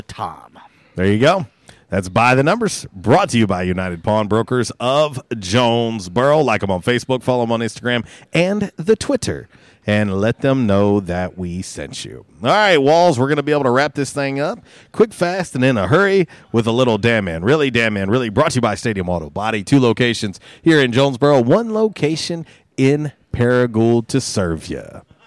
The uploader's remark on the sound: a Free For All Friday LIVE from Mabry's Smokehouse!